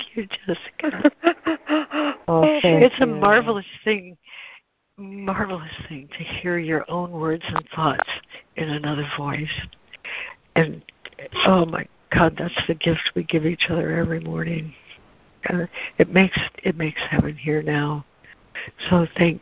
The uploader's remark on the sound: ACIM Daily Conference Call